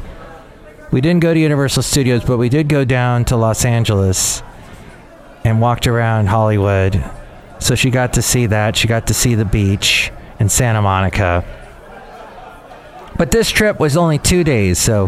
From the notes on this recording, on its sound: podcasts live from Café Anyway